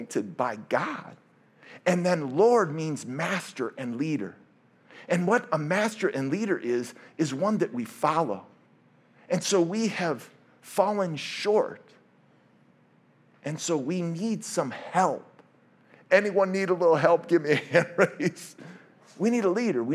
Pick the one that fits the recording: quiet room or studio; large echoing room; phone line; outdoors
large echoing room